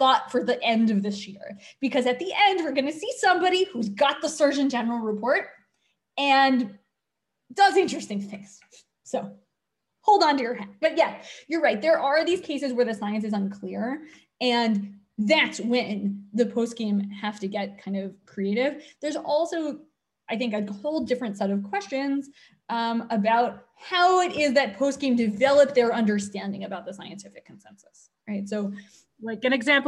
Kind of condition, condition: link, video call